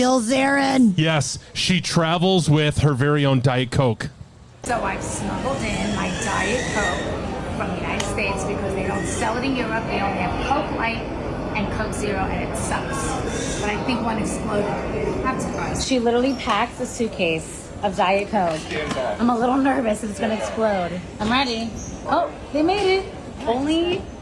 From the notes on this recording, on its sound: We're back out live at the fair and on a tear!